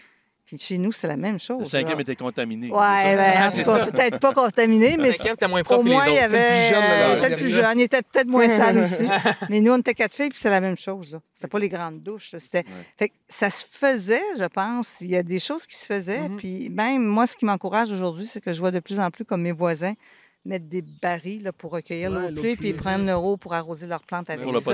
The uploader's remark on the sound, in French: enregistré à l'extérieur, devant le Lac Waterloo